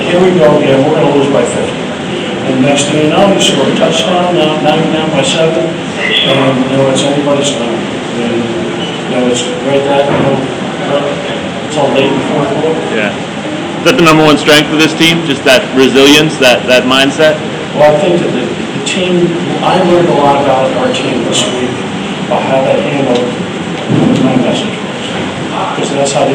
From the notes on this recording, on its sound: Press Conferences & Post-Game Interviews.